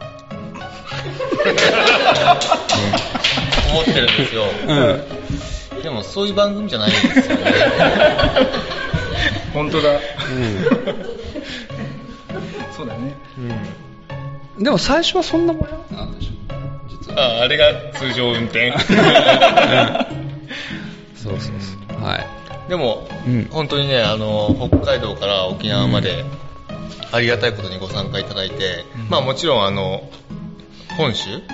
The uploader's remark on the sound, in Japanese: 今回は寝忘れ合宿in金沢での公開収録をお届けいたします。